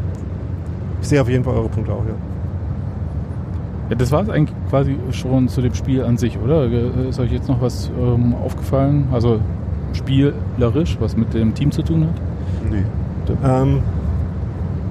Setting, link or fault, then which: setting, inside a vehicle